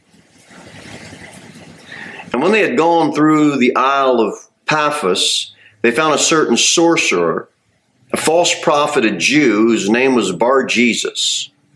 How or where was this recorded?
large echoing room